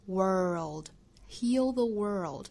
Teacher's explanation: 发的时候也是不要把舌侧音丢了，不然就变成了 word 的 word， word 这个音发到这儿之后再去加舌侧音，舌侧音呢一定是舌尖抵上齿龈的位置，那在这个位置摆住了再去发后面的 the world world …，后面 make it a betterplace，这句话里头我们看有很多